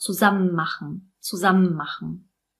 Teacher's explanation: Und dadurch, dass bei zusammen das EN am Ende wegfällt, haben wir am Ende von zusammen das M und am Anfang von machen das M. Das heißt, die beiden verschmelzen und es klingt wieder wie ein Wort.